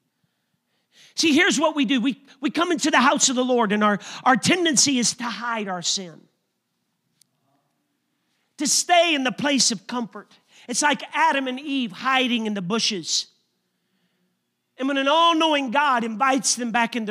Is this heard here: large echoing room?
yes